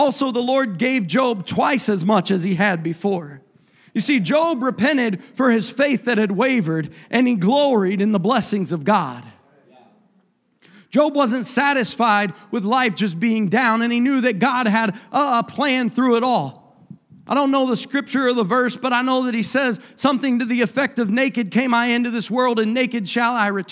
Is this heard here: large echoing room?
yes